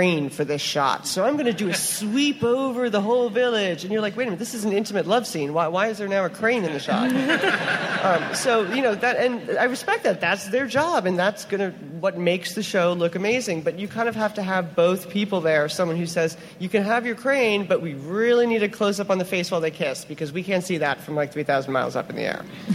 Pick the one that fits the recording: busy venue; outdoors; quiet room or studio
busy venue